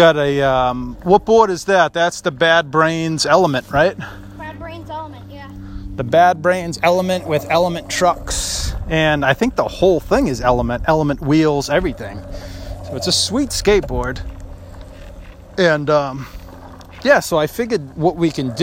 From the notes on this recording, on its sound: It’s my son’s fourth time skateboarding so we decided to record while we were out putting around the neighborhood!